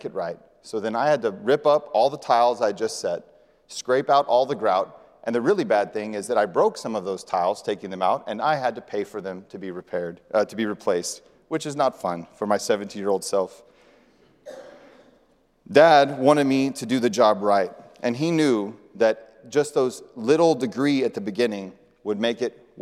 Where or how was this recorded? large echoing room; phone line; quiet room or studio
large echoing room